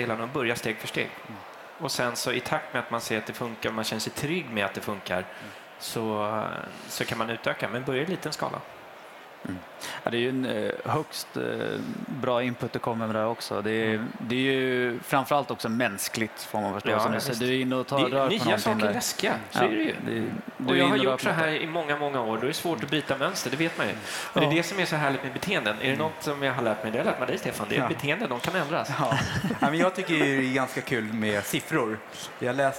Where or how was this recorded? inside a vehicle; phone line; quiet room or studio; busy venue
busy venue